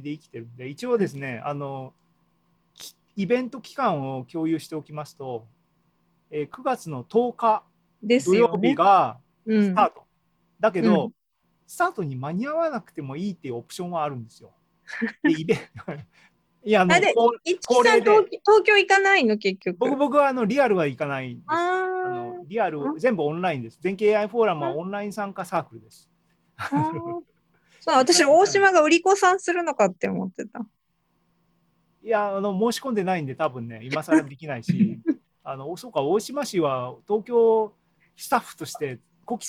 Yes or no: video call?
yes